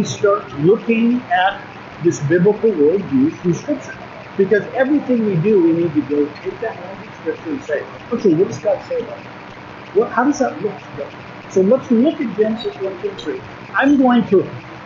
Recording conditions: poor sound quality